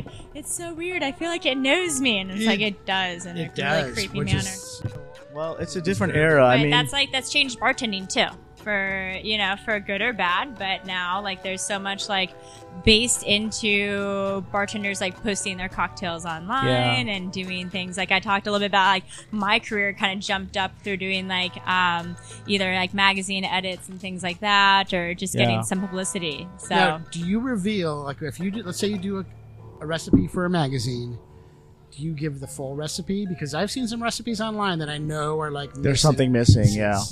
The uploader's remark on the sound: We recorded this episode live and direct from DAMA, located in the fashion district of Los Angeles, California.